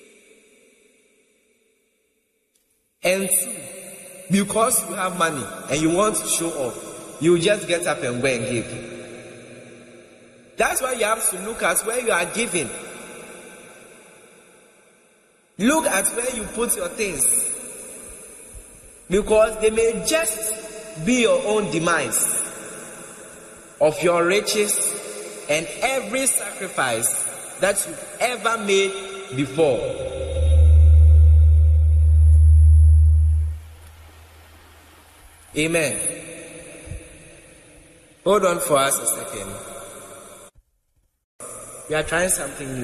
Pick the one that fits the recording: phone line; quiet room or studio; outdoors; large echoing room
large echoing room